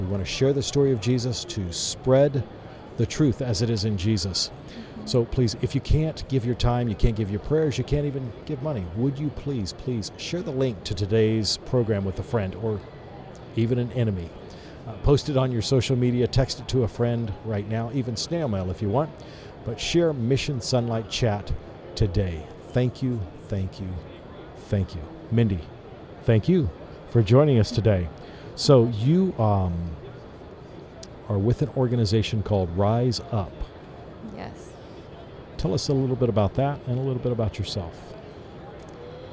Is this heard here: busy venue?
yes